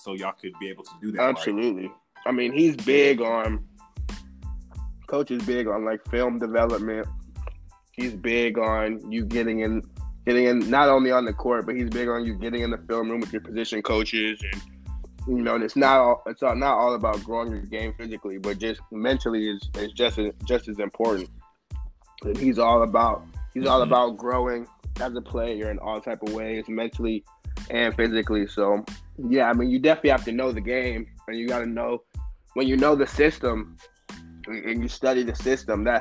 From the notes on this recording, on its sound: talk over the phone